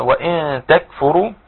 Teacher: وهنا نون ساكنة بعدها تاء إخفاء حقيقي